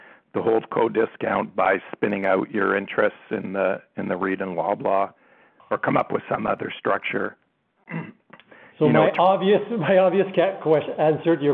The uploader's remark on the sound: Third quarter 2021 earnings call for George Weston Limited.